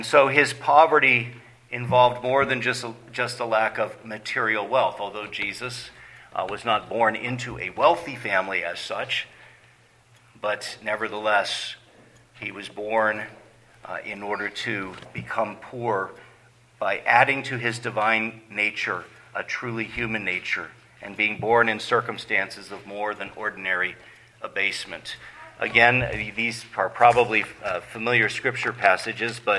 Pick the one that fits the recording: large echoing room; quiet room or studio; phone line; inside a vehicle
large echoing room